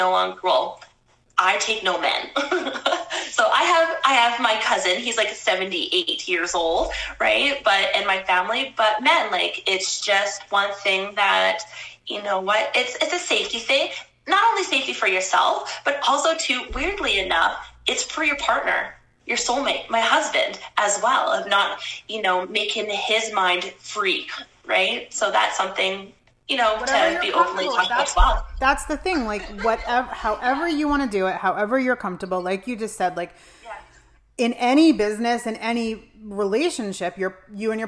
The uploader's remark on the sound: Listen to my Instagram live conversation